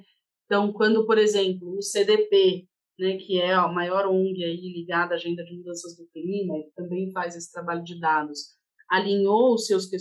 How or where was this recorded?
video call